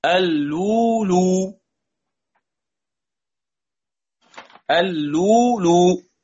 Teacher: إبدال الهمزة واوا على القياس، يعني ساكنة وقبلها مضمون